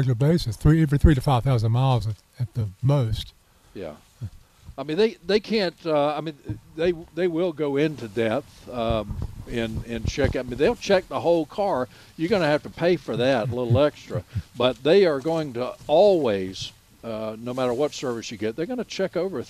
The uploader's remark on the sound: broadcasting live from Campbell Road Nursery